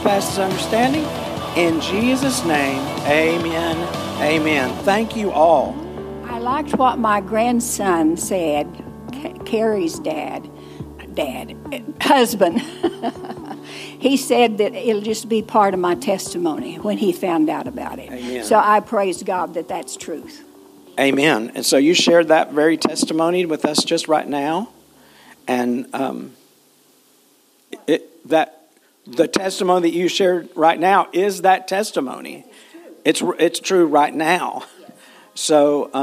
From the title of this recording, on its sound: Full Sunday Service December 3, 2023